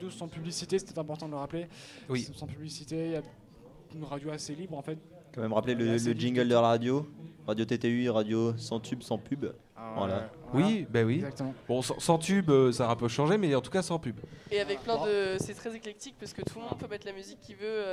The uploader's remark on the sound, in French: Soirée de lancement de TTU au Diplo. Au progamme : live d'artistes, et interviews.